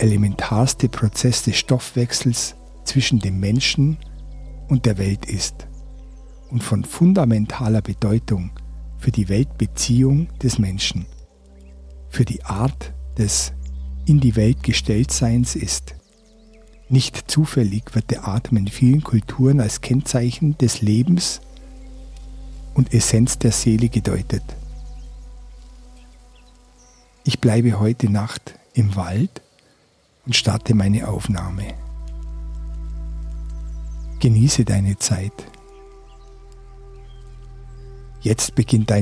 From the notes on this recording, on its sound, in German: Ich nehme dich auch in dieser Staffel wieder mit auf eine ausgedehnte Wanderung, die mich diesmal von Freiburg, durch den Schwarzwald bis zum Bodensee führt und weiter am Alpennordrand entlang des Wanderwegs E4 bis nach Altötting in Oberbayern. Auf meiner Wanderung habe ich wieder neue Ton-Aufnahmen zum einschlafen gemacht. Jede Folge beinhaltet Naturgeräusche.